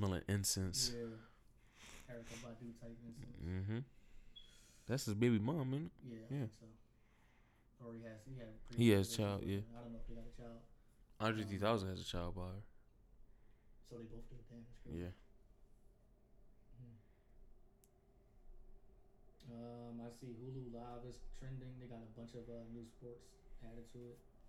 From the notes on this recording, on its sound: Host chat, we had a slight audio malfunction. Blame chromebooks.